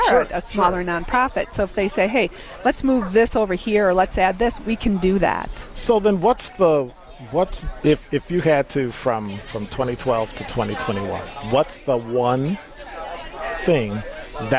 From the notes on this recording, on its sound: broadcasts LIVE from Sherman Phoenix